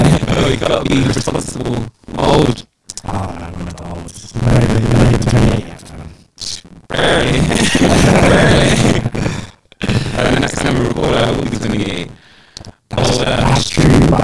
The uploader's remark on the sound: Unfortunately we had a few issues with our audio this episode, we're currently going through an adjustment phase with our recording set up.